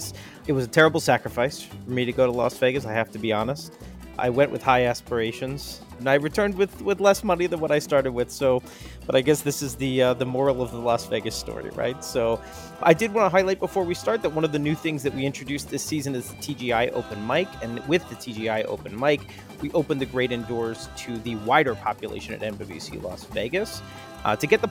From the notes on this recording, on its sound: Included are our new TGI Open Mic segments where attendees at MWC gave us their viewpoints on everything they were hearing, thinking and seeing at the conference.